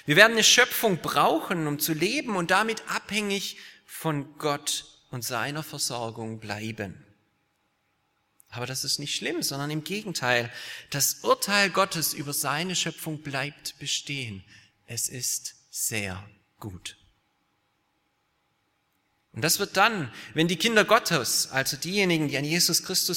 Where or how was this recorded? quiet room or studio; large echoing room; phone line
large echoing room